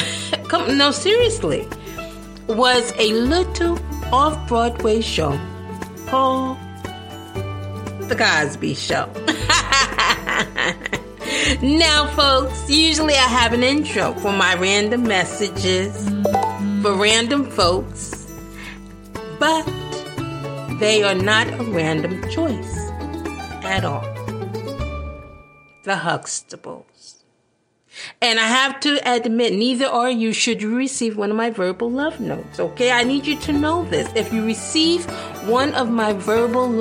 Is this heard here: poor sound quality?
no